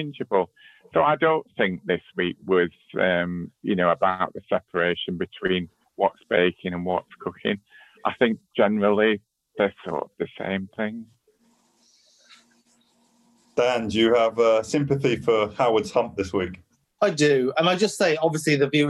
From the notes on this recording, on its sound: As we recorded this podcast remotely via Zoom.